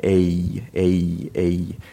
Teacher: In English, we tend to diphthongize our vowels. So we tend to slide into an E sound at the end.